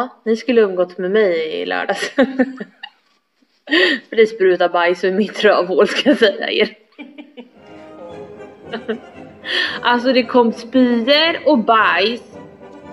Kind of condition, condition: fault, poor sound quality